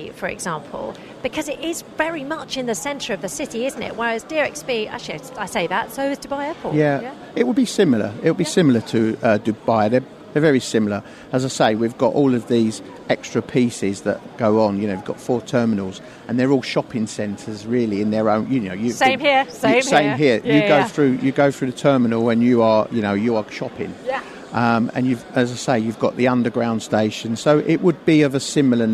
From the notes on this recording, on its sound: LIVE FROM INTERSEC.